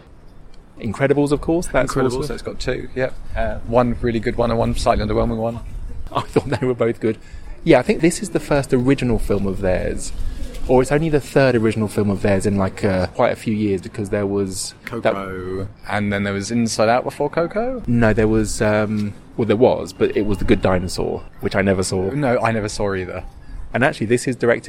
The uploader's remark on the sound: Well, they’re outside in the middle of London again